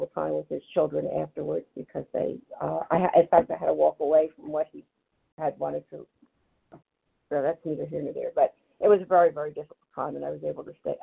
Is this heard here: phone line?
yes